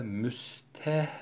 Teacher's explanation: Üçüncü okuyuş şeklinde göre ise buradaki kesradan sonra gelen dammeli hemze tamamıyla hasfedilir, yok edilir ve müstehzun okunur. · Term: hazif